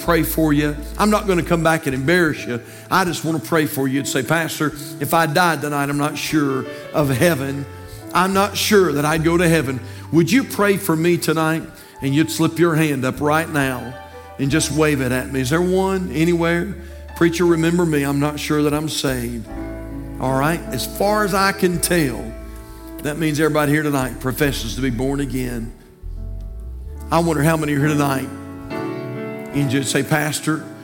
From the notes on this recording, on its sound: from the pulpit of Calvary Baptist Church